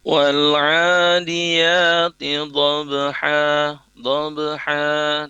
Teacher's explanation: ada qalqalah, huruf-huruf yang dipantulkan. Di sini yang dipantulkan adalah ayat pertama itu adalah ba, ayat kedua itu adalah dal. · jadi langsung setelah pantulan langsung melafazkan huruf yang setelahnya. Wal'adiyati dhabha, dhabha, tidak ada jeda, dhabha, tidak ada jeda untuk berhenti ya.